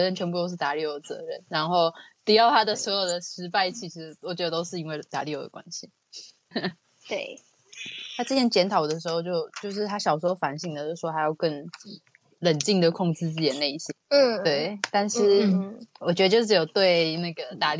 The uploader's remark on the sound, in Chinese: 由於初期在音訊空間直播時設備比較簡陋，錄音品質不是很好，建議不要使用耳機收聽喔！